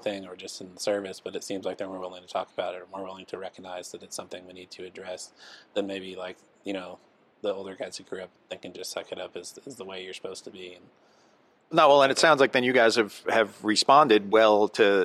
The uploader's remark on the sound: NEP "On Location". At the 2023 NEP "We Need to Talk" mental and behavioral health conference in Las Vegas.